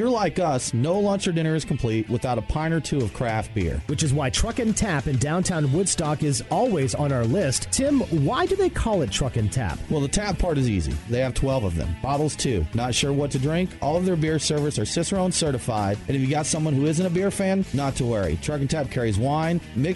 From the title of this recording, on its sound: Live from TopGolf